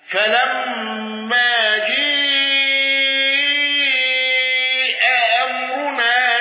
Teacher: الدجني عن هشام بالإمالة